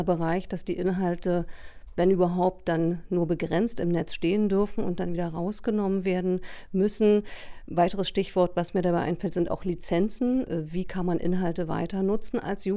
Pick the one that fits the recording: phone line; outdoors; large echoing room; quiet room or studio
quiet room or studio